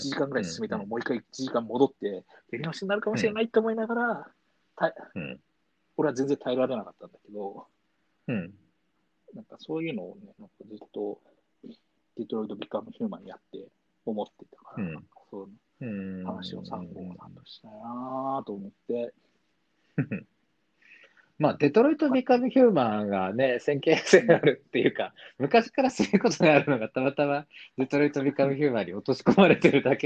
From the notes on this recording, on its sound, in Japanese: 2020年6月6日リモート録音